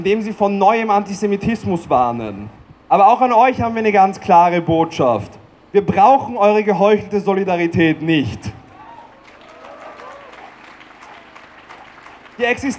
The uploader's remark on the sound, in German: Kundgebung in Wien am 15. Mai 2021. Auf der Demonstration kam es zu massiven antisemitischen Sprechchören.